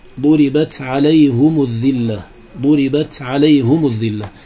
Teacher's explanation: بعضهم كحمزة الكسائي وخلف يضم الهاء والميم